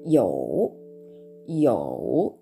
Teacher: YOU で第3声、低く沈む音になります。